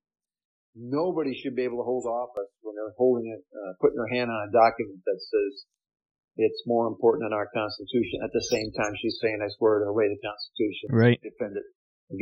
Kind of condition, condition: fault, poor sound quality